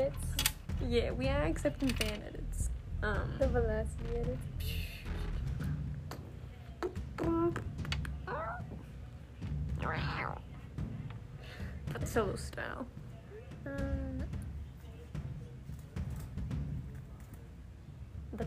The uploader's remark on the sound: we answer questions while working live at the factory